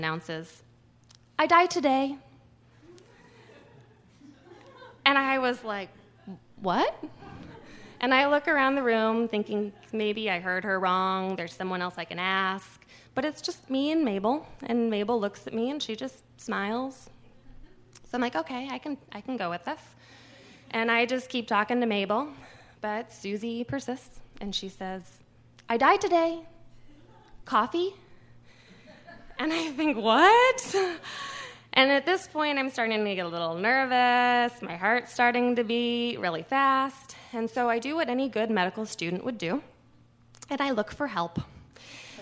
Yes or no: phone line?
no